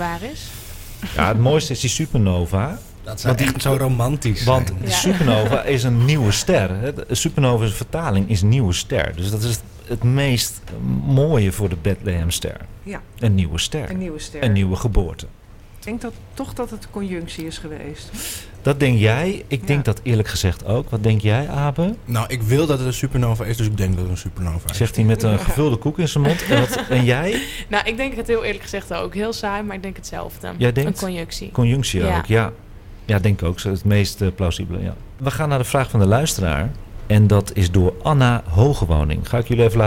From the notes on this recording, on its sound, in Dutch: Deze live uitzending is opgenomen op locatie bij Boekhandel Scheltema aan het Rokin te Amsterdam voor AmsterdamFM.